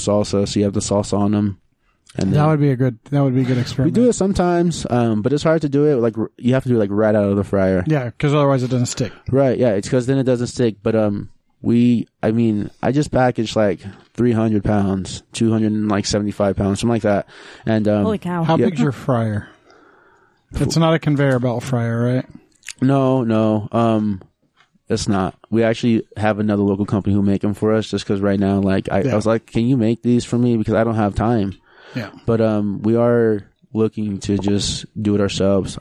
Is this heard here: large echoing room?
no